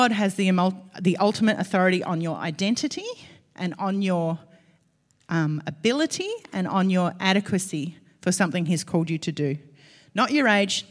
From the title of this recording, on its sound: LIVE at Echo Church